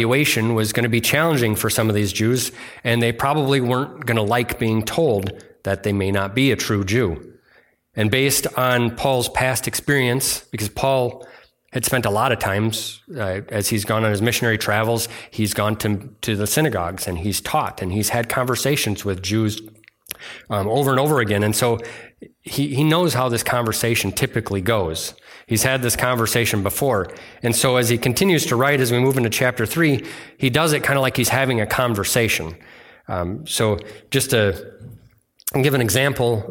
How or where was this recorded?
large echoing room